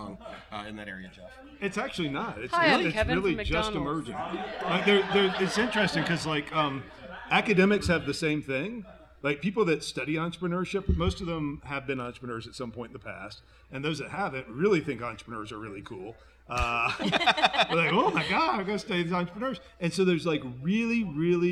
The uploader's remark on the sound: We’re still at Twisted Pine. Taking questions on a number of topics from our live audience of Leeds School of Business MBA students.